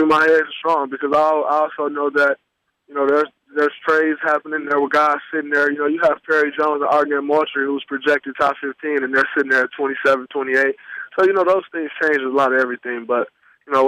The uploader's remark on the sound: Post Draft Conference Call